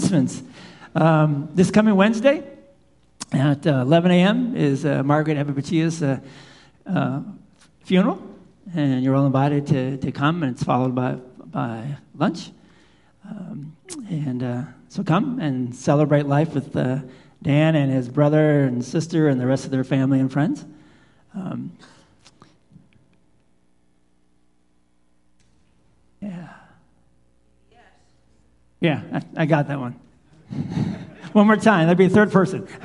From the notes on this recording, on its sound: Live Worship Service